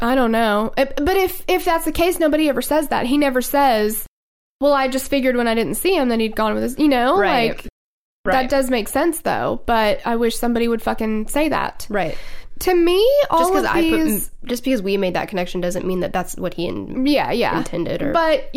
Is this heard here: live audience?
no